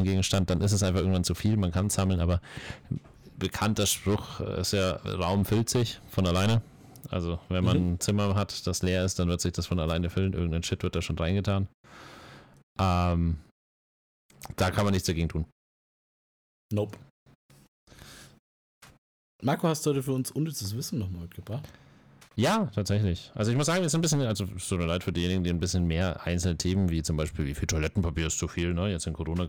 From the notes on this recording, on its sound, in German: Leider hatten wir diesmal bei der Aufnahme nicht gemerkt, dass das Mikrofon übersteuert.